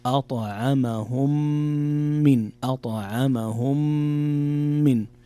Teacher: إدغام متماثلين صغير إدغام شفوي